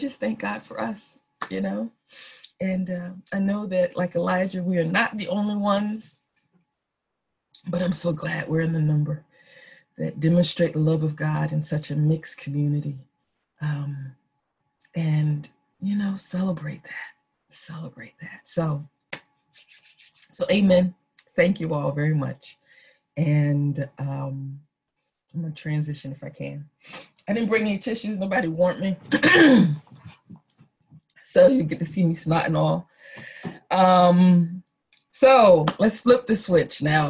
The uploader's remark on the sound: Our zoom streamed service